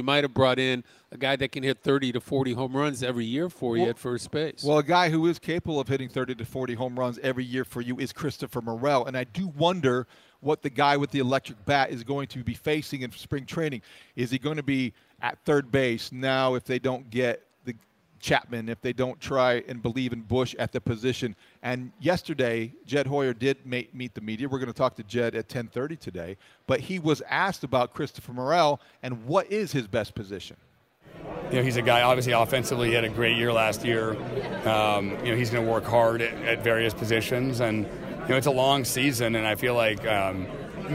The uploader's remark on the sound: live from Cubs Convention